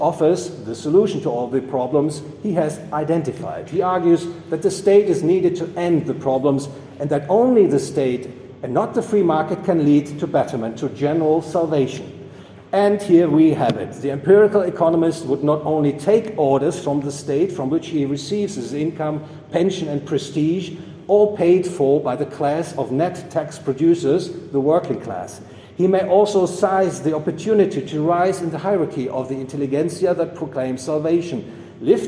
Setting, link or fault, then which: setting, busy venue